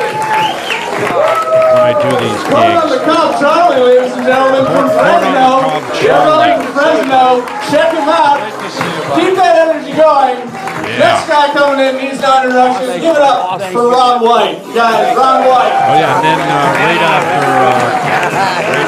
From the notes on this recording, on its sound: interacts with the crowd, LIVE at the Hollywood Improv!